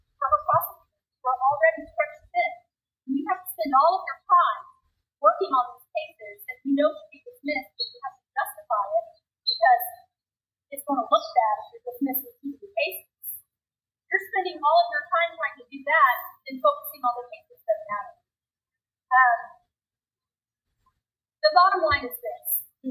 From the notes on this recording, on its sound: Rally by over 100 Harris County Precinct Chairs. Poor Audio Quality.